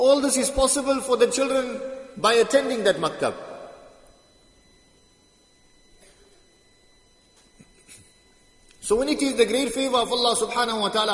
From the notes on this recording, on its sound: Jumuah lecture at Masjid ut Taqwa 13 Jan 2023